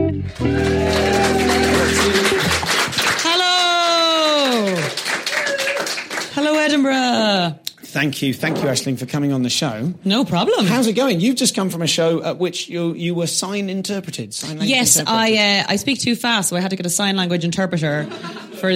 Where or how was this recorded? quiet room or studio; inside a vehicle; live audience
live audience